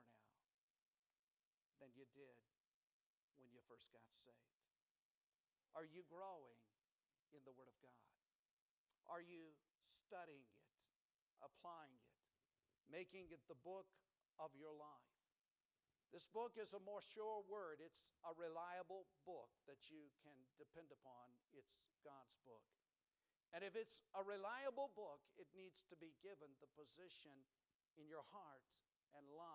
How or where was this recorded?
large echoing room